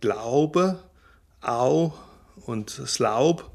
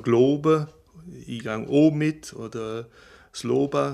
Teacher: da haben wir an der Iller den vollen Diphthong Glaube, Au und Slaub, während im Ostallgäu dann dafür der Monophthong O steht